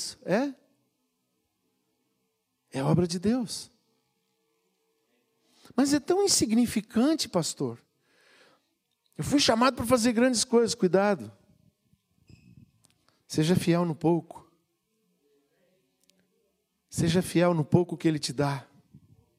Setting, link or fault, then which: setting, large echoing room